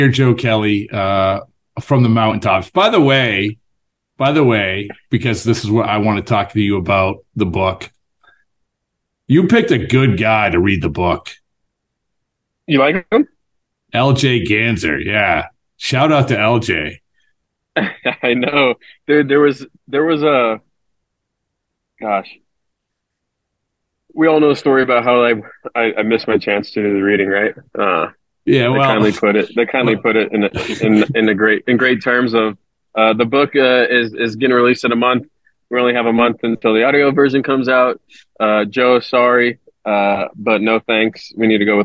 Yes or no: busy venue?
no